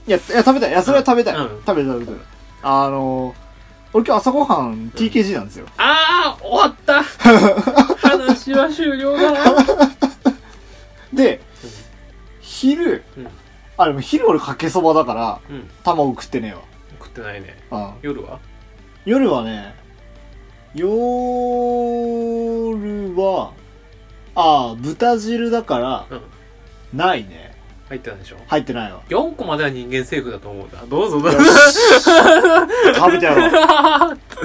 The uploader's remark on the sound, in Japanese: 録音機材：iPhone7